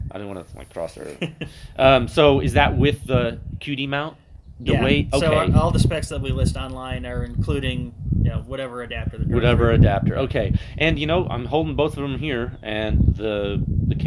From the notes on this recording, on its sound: This audio is un-ediited, it was recorded outdoors with my phone sitting on a table, and there is some wind noise.